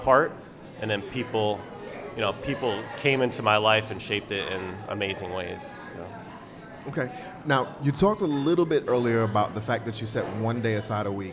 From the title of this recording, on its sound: Live at Cultivate